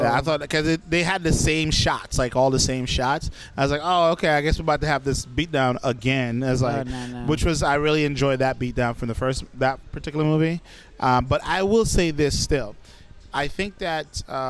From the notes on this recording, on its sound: We recorded this right after seen the movie at 1 am ending around 4 am in a 24 hour McDonalds in Brooklyn which may hear some featured locals chime in from time to time.